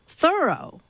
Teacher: their friend's name was pronounced Thoreau, with the accent on the first syllable.